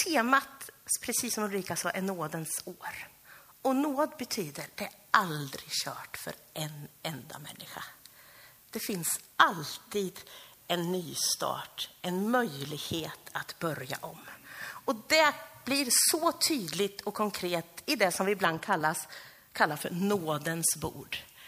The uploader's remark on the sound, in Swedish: Inspelad under gudstjänst i Löfstadkyrkan i Tranås första advent 2023-12-03.